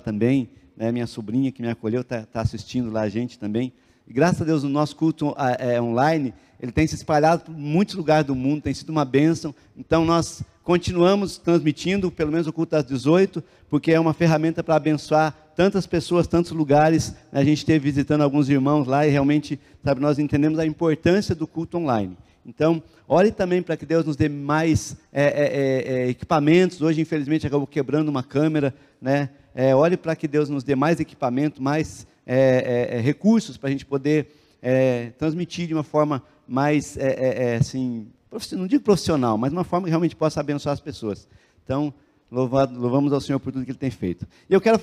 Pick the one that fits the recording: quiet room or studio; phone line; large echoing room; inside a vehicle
large echoing room